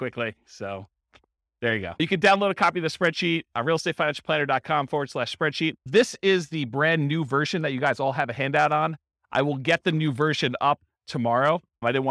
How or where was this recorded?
live audience